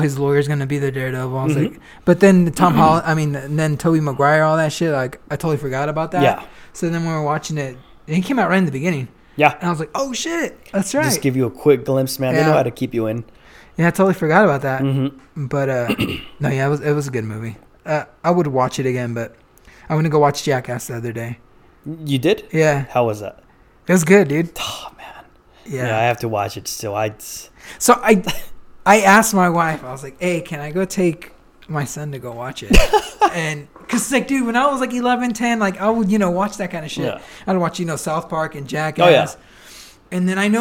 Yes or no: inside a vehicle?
no